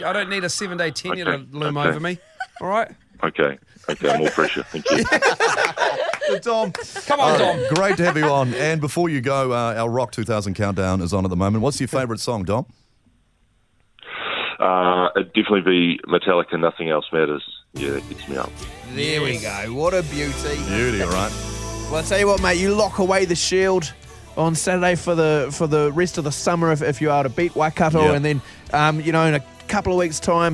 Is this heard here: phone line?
yes